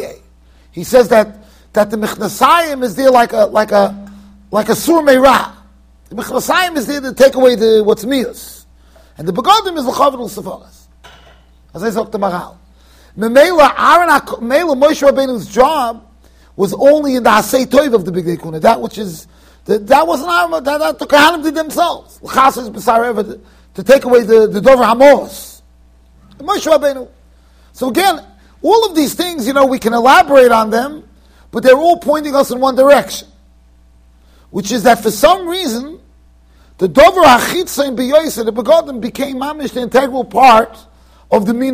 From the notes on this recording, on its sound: Shiur recorded in Yeshivas Ohr Reuven, Monsey NY.